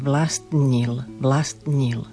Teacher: Vlastnil, opäť, 4-3 písmenka za sebou, 3 spoluhlásky za sebou a zaznie len také preľnutie